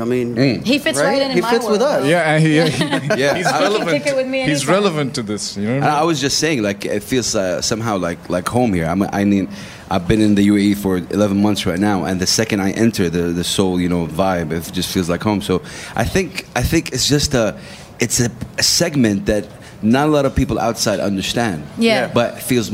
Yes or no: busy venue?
yes